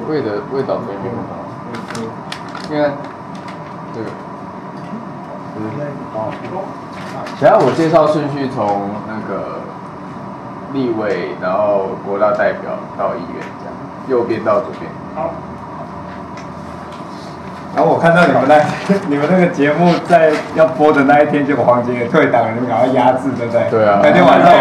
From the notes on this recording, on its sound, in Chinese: 全程錄音。除了一段開錄前的空白，其餘一刀未剪。此為錄音筆側錄，音質頗差記得包容。